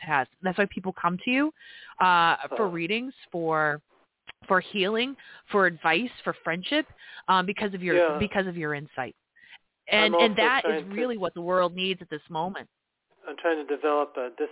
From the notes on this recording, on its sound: This live program leaves room for callers to ask astrological questions and have their chart read.